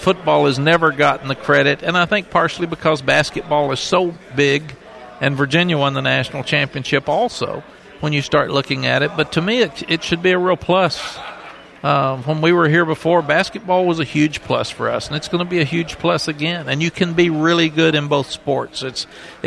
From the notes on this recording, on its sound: Day 2 of ACC Kickoff live from Charlotte.